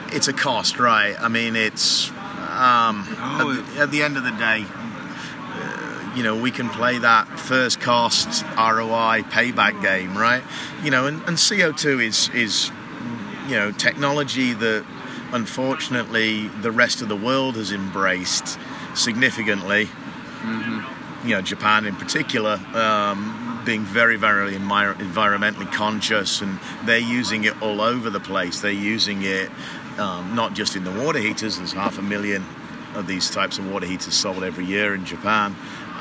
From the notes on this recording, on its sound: live on the AHR Expo floor in Chicago